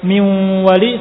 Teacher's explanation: idgham naqis bi gunnah, idgham yang tidak sempurna ada gunnahnya, yaitu huruf ya dan juga wawu